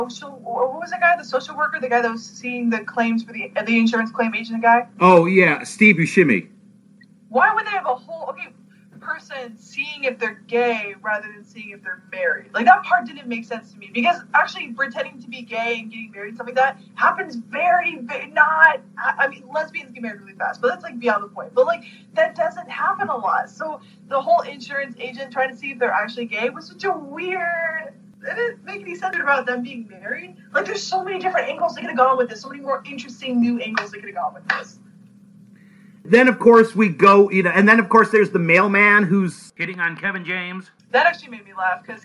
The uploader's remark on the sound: The audio on this podcast is not the best, we had some technical difficulties doing this over Skype.